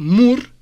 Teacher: Es labial como la P para la R. Subo el pico de la lengua al paladar para que allí vibre la apical